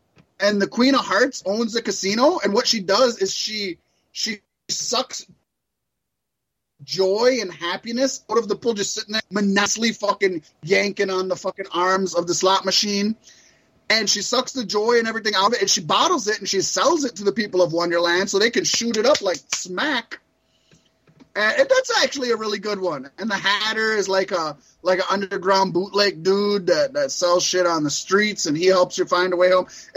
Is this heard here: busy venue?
no